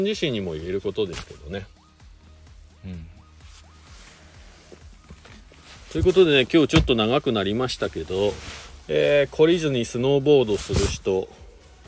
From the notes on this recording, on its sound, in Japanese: ゲレンデに滑りに行った時だけ配信になります。白馬八方スキー場で滑り終了後 車の中から。